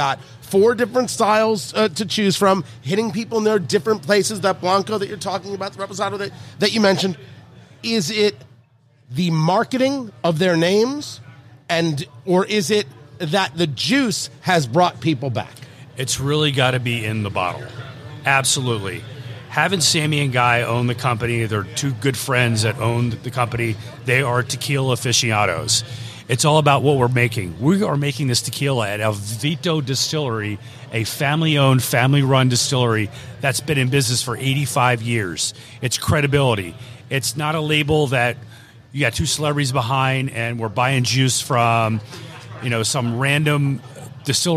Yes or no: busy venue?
yes